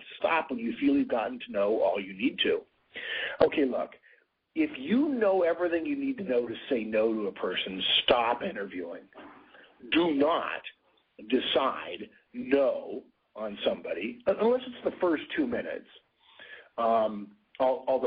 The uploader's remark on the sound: November 2010 Conference Call